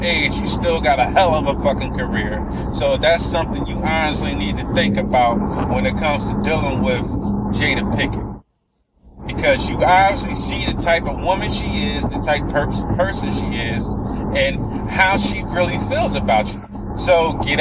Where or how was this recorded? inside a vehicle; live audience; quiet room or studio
inside a vehicle